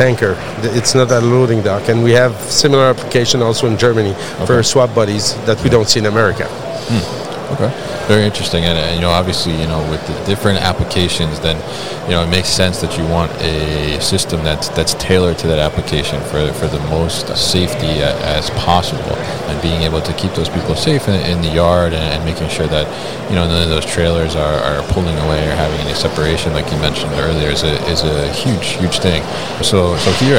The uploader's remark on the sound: GMR Safety at MODEX 2022.